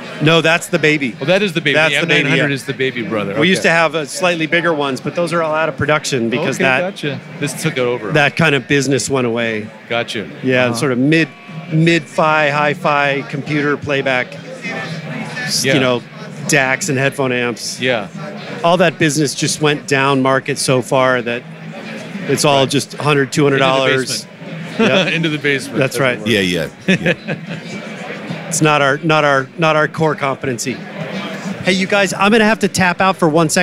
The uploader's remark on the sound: Live From NAMM. With NAMM on in Anaheim this week. Take you live to the floor.